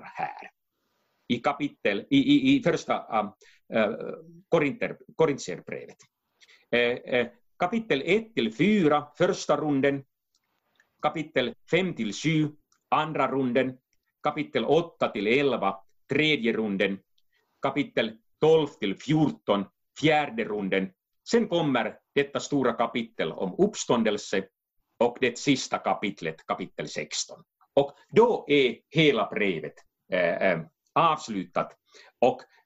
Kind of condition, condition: link, video call